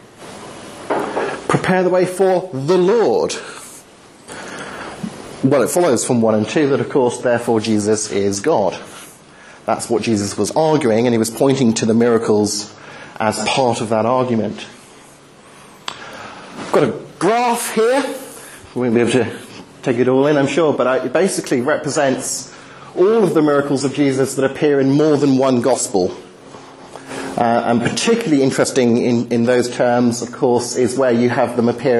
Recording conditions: large echoing room